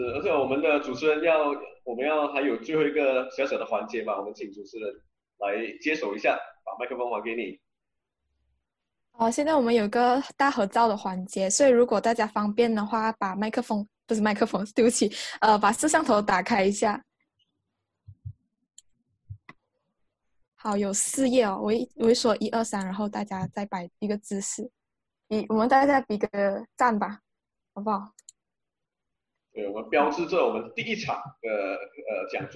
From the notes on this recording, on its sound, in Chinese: 地點：Zoom會議室